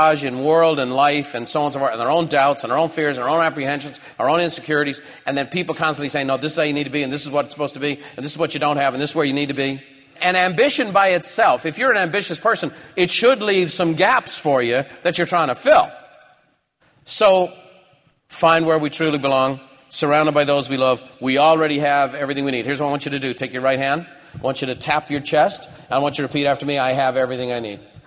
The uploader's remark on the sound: recorded at Buffini & Company’s The Peak Experience seminar